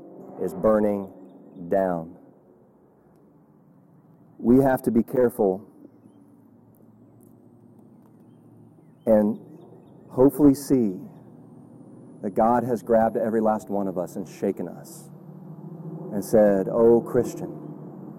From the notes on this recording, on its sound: Audio is not great from outside recording. Mint Hill Baptist Church.